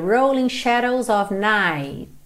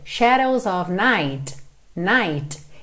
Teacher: Ou seja, você nem ouviria o T. É muito comum que esse T nem apareça. · Shown in: first take · Quando eu marco o T, shadows of night, night, ele vem com um T, T, um Szinho de leve já embutido.